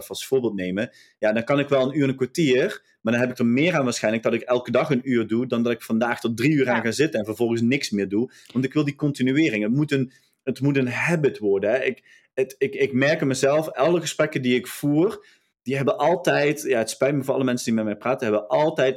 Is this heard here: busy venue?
no